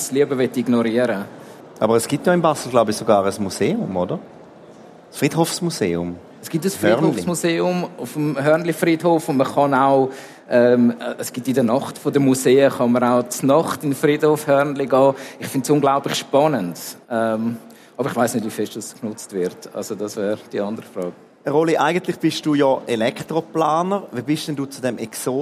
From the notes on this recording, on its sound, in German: im Live-Podcast an der Igeho